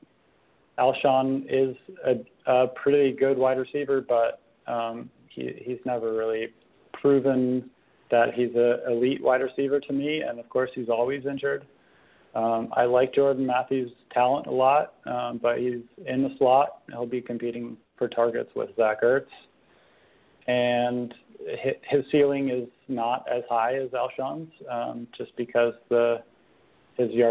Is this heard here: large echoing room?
no